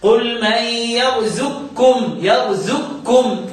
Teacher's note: يبقى القاف تسكن القاف ثم تدغم في الكاف. قل من يرزقكم، يرزقكم، ادغام كامل، تذهب جميع صفات القاف. · Term: ادغام كبير كامل